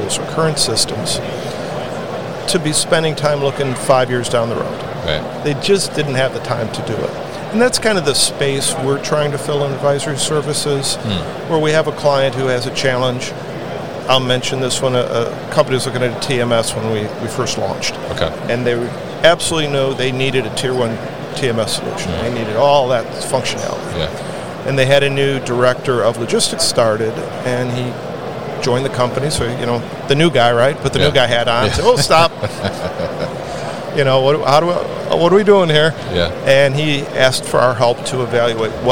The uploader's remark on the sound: Open Sky Group at MODEX 2022